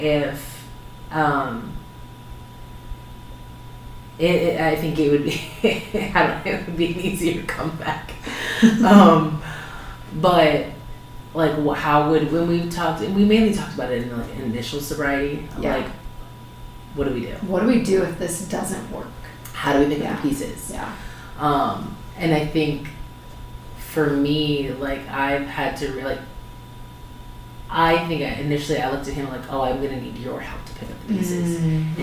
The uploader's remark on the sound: Despite some unfortunate sound difficulties, the conversation was too wonderful to redo!